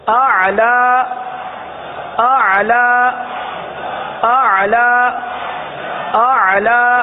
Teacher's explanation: حلق میں لے جائیں عین کو، وسط حلق سے ادا ہوتا ہے نا